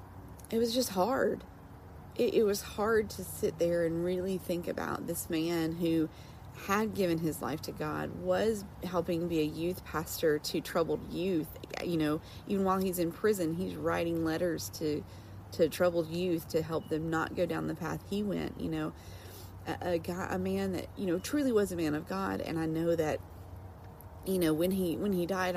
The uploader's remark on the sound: I went live on IG this morning for a Coffee Talk session.